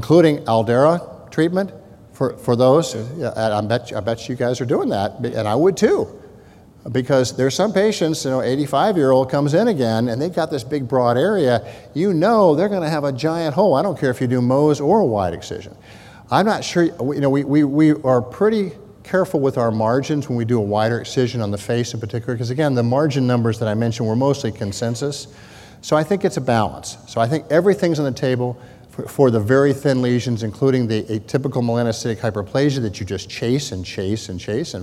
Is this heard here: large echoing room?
yes